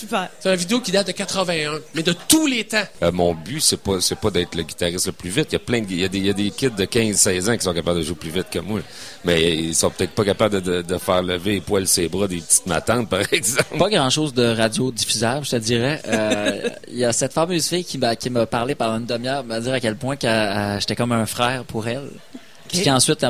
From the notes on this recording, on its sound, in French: émission spéciale du Festival d'été de Québec, diffusée à partir du bar Le Sacrilège